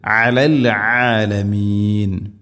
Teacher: അലൽആലമീൻ, അലൽആലമീൻ, ഐനിൻ്റെ ഉച്ചാരണം ശ്രദ്ധിക്കുക. തൊണ്ടയുടെ മധ്യഭാഗമാണ് ഐനിൻ്റെ മഖ്റജ്. അലൽആലമീൻ എന്ന് ഓതരുത്, അലൽആലമീൻ.